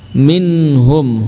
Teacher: huruf nun sukun di ujung lidah dengan gusi.